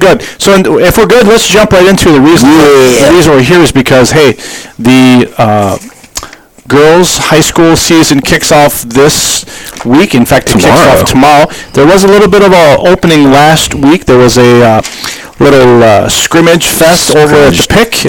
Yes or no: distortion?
yes